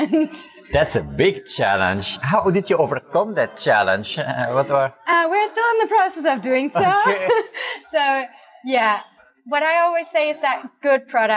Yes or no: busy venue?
yes